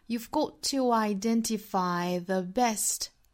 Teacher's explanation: got 和 to 放在一起呢两个相同口型的爆破音相遇了我们把前面的一个省略掉 · Term: 连读